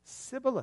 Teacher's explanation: the men of Ephraim couldn't pronounce their SHs, and so they said Sibboleth.